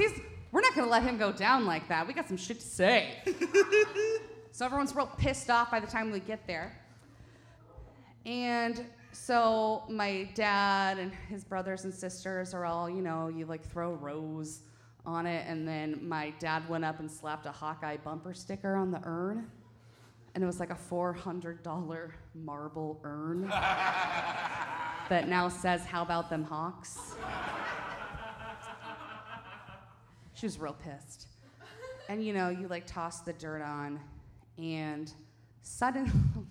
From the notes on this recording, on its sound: The One Year Anniversary Celebration LIVE at The Fourth Street Theater in downtown Des Moines.